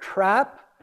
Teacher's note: because of the R, the T is what's called retroflexed. The tongue is curved back